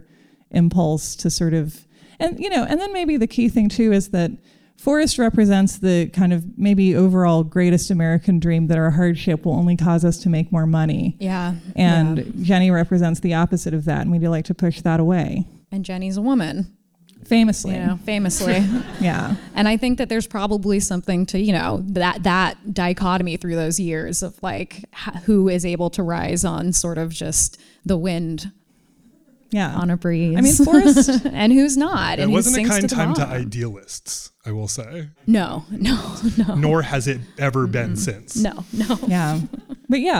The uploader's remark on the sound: LIVE ON STAGE AT THE GATEWAY THEATER IN SAN FRANCISCO